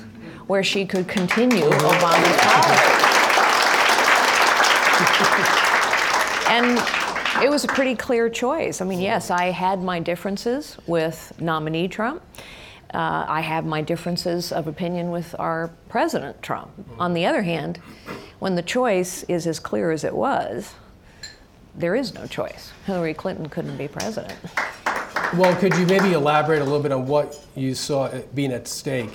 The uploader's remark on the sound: In this special live taping of Uncommon Knowledge, at the National Review Institute’s Idea Summit